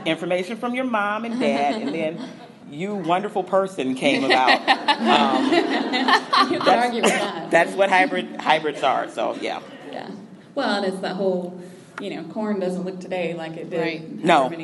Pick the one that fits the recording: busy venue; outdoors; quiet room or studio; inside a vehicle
busy venue